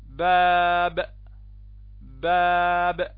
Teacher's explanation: الباء الأولى الشفة السفلى ابتعدت ماذا عن العليا؟ لأنها متحركة. بينما الباء الثانية انطبقت ماذا؟ الشفتان